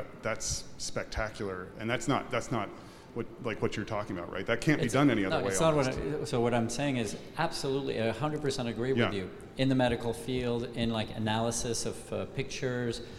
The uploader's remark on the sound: Speaking live from Milan Design Week 2023